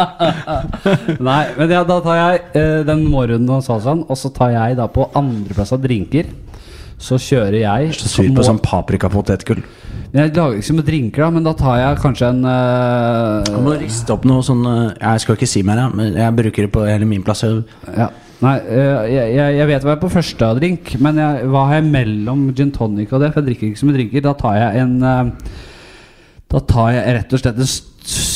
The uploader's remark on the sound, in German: Live-Podkast. På Parkteatret i Oslo.